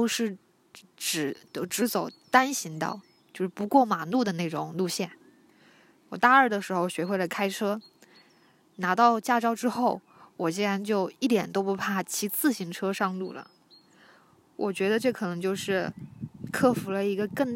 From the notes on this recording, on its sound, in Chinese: 户外活动：山坡草甸上。我拿着手机走到山坡，坐在草甸上录完了这一期。你会听到包含鸟叫声、风声的自然白噪音。